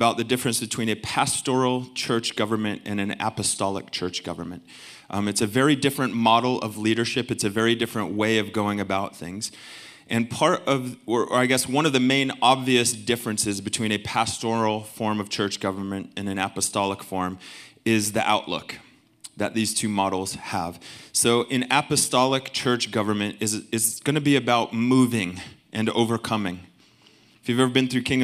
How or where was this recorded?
large echoing room